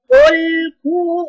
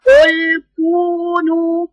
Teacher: القاف استعلاء لسانك اهو قل كو والثانية الكاف مفيش استعلاء